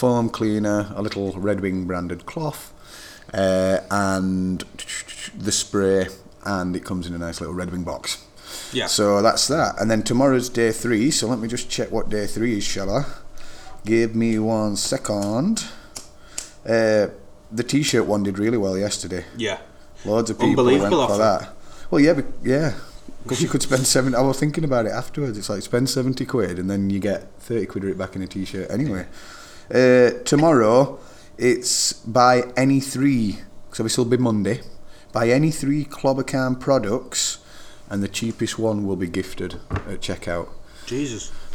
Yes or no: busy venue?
yes